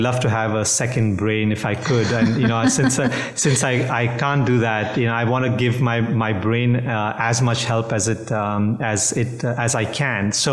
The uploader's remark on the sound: We’re once again on the road, recording from Analytics Unite, the three-day summit that gathered today’s leading minds in retail and consumer goods analytics.